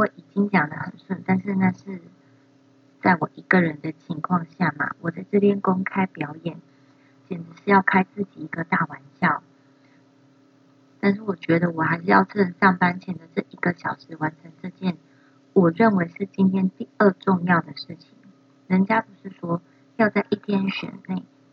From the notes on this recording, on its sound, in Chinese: 手機音質不佳。